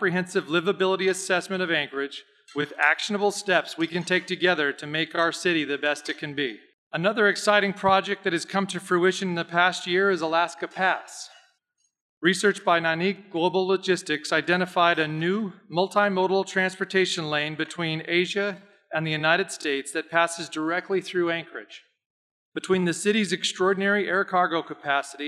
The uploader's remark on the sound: RECORDED: Tuesday, March 1, 2022 at the Dena’ina Center in Anchorage. This week’s episode of Addressing Alaskans features the Anchorage Economic Development Corporation’s 2022 economic forecast luncheon. RECORDED: Tuesday, March 1, 2022 at the Dena’ina Center in Anchorage.